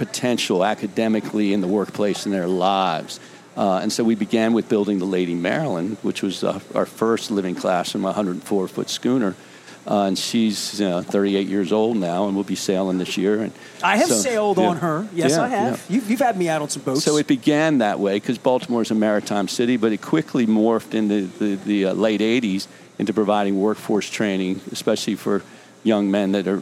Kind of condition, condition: setting, busy venue